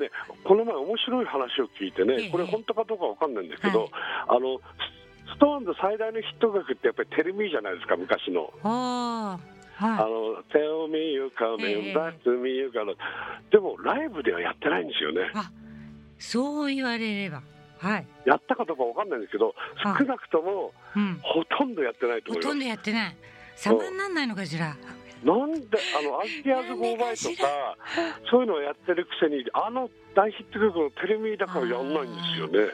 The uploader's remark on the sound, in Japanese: 電話インタビュー